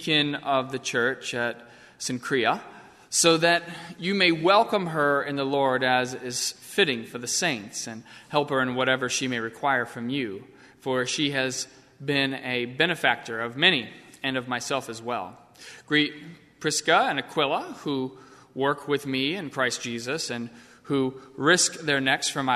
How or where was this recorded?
large echoing room